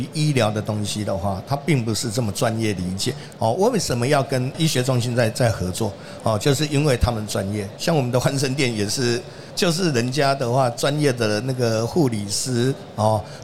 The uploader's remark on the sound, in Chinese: 2022 Medical Taiwan台灣國際醫療暨健康照護展 -Live Podcast。